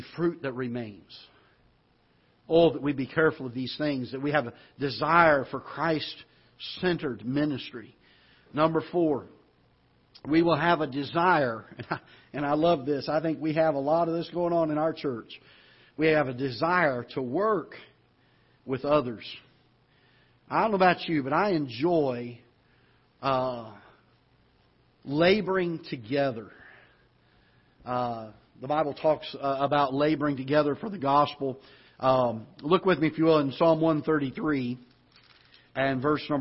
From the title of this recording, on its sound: Ketha Heights Baptist Church ~ Live Broadcast